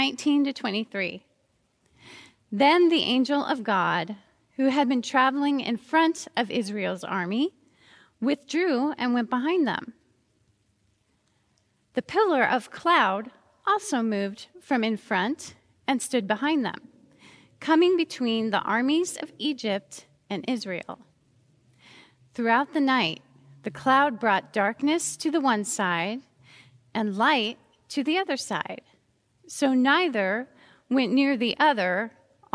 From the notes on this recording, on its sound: Recorded live at Beatitudes Church in Phoenix, AZ.